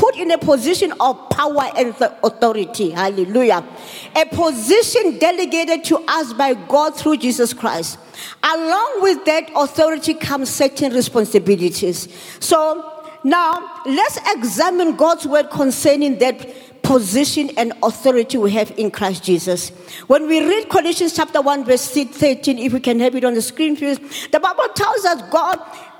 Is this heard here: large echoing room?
yes